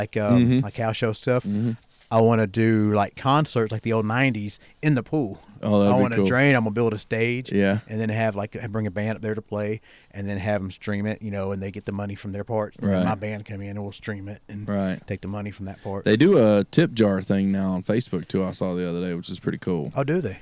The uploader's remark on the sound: live from "the Bird's Nest"